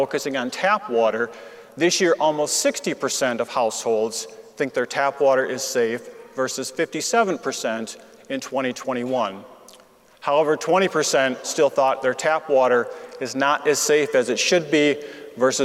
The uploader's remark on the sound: remarks as Keynote Speaker at the WQA Convention & Exposition in Las Vegas in April